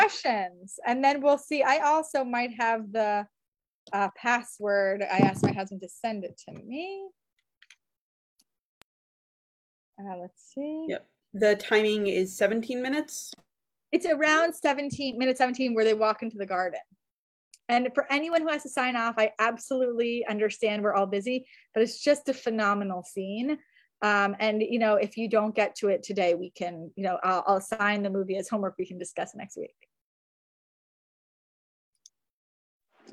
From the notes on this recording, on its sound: This audio was originally captured from Zoom on 11/10/2022 as part of Drisha's Fall Zman.